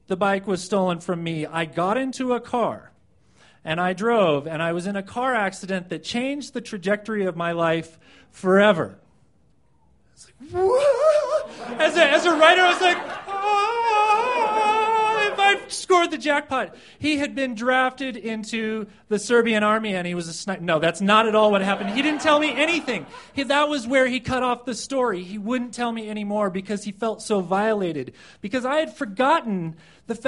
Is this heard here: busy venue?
yes